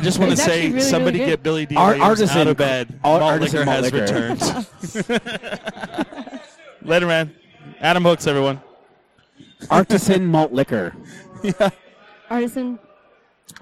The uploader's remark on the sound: The gang records a show from The Alibi's Untapped.